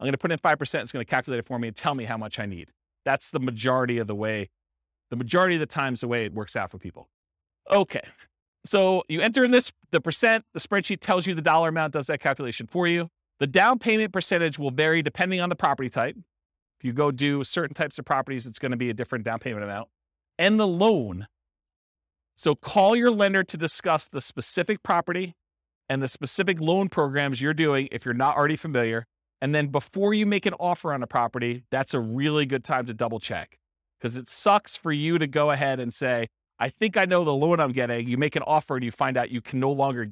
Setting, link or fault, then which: setting, live audience